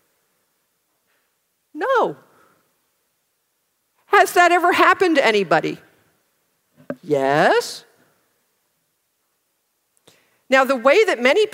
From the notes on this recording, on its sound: Recorded at OCON on Saturday, July 1, 2023, in Miami, Florida.